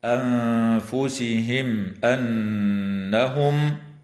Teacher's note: وتظهر الميم الساكنة عند الهمزة والكاف في قوله تعالى: أنفسهم أنهم، مع وجوب الغنة في النون المشددة من كلمة أنهم